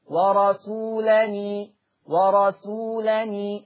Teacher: ورسولا هبتدي أعمل فيها نقل فتبقى نون مكسورة فتقرأ ورسولني لا ورسولني ورسولني هكذا.